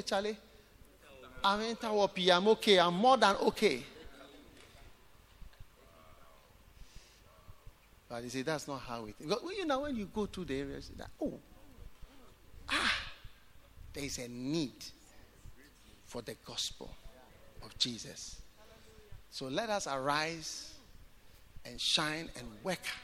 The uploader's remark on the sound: Preached at The Way Cathedral, Ayawaso-Ghana